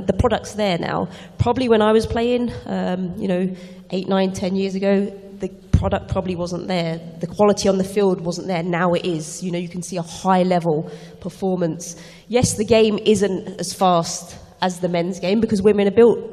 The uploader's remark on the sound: Live From London. Heads to Bloomberg’s UK Equality Summit for our first ever live taping.